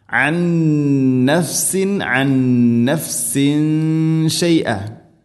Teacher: തൻവീന് ശേഷം ഷീൻ, ഇഖ്ഫാ ബിഗുന്ന, അവ്യക്തമാക്കി മണിക്കണം, തൻവീനിനെ ഇഖ്ഫാ ചെയ്തുകൊണ്ട് മണിക്കണം.